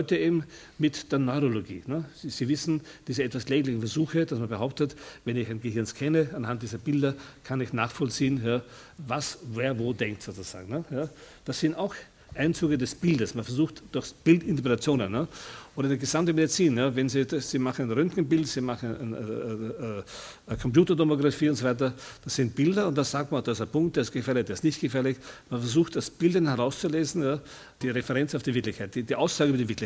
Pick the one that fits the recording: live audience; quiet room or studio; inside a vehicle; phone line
live audience